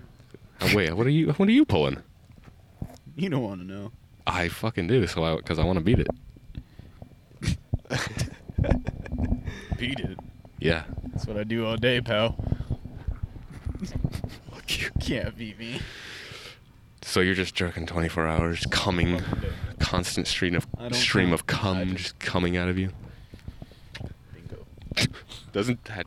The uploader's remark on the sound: some shit audio cuz we did the pod outside